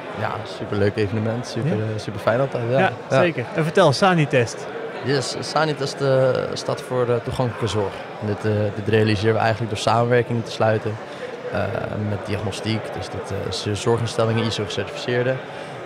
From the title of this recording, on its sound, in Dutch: Breda Startup night 4 april Live